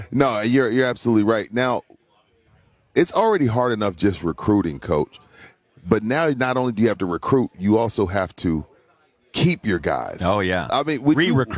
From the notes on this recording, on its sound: live from Radio Row in Boston for Army-Navy